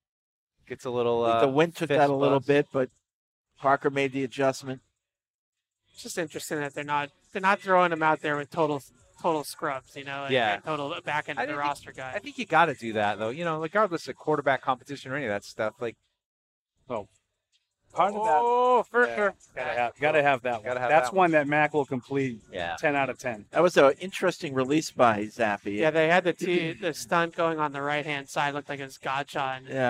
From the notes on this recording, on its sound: Tune-in as we broadcasted live from Patriots Mini Camp on Monday, June 12.